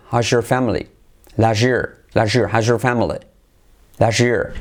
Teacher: La S más la Y se convierte en un sonido SH.